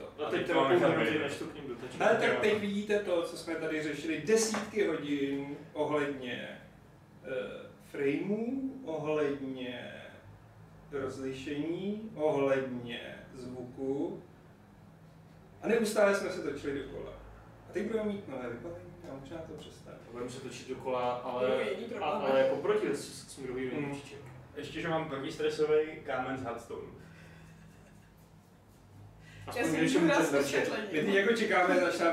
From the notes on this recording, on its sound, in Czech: Omlouváme se za sníženou kvalitu zvuku